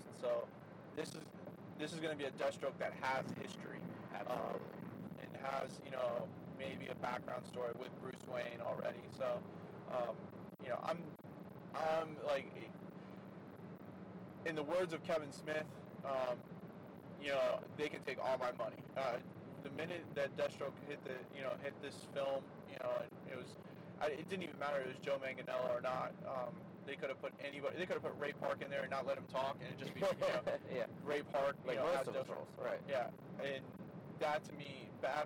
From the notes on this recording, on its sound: Apologies for the background noise since we recorded this in the car traveling.